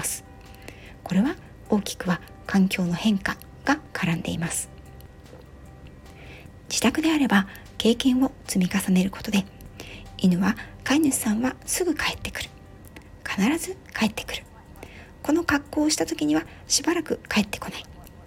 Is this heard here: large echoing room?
no